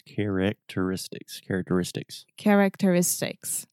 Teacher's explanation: the stress is on the penultimate syllable, the next to last syllable. And it's actually a double stress.